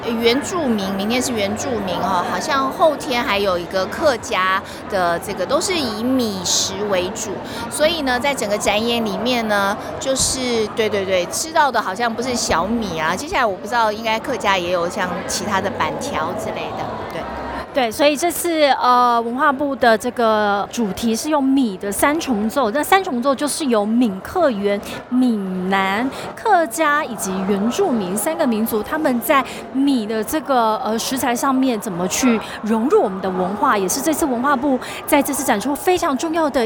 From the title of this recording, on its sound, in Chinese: Live tour 2023臺灣美食展！